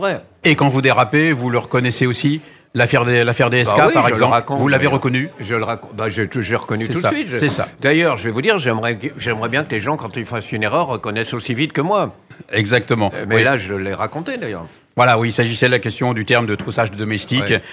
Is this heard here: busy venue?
yes